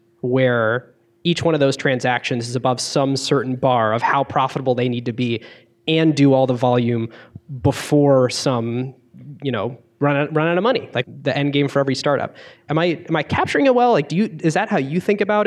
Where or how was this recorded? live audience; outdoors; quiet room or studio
live audience